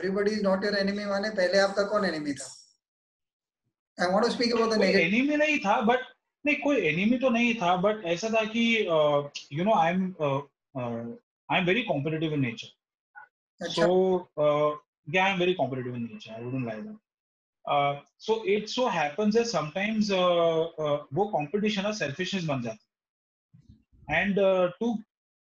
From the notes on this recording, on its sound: This is the audio part of a video chat.